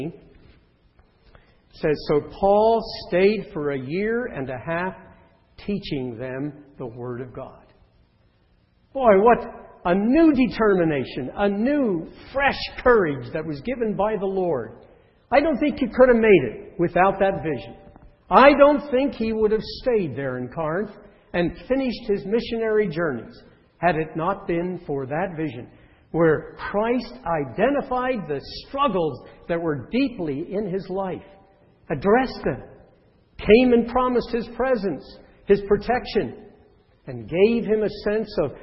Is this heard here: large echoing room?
yes